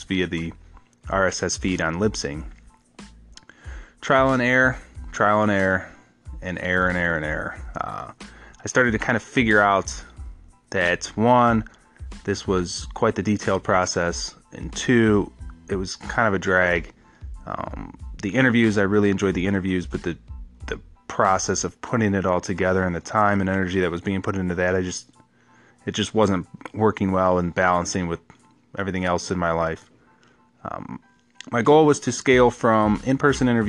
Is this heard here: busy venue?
no